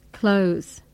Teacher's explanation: Notice that in spoken English, we usually pronounce the th sound in clothes as s.